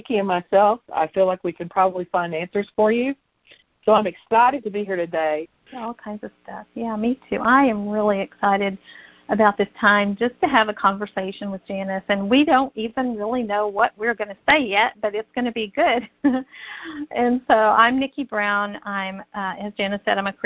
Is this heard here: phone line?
yes